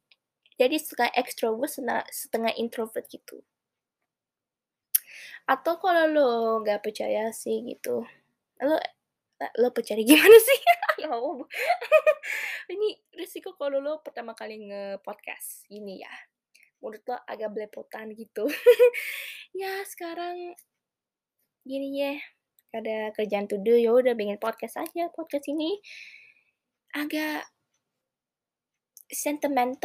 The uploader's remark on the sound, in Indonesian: Maaf kalau ada suara gersek-gersek di audio, yah namanya juga podcast pertama.